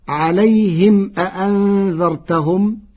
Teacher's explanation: قرأ ورش عليهم أأنذرتهم بضم ميم الجمع ووصلها بواو مدية